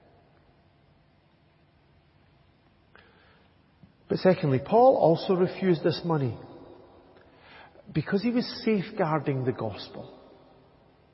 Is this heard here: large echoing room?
yes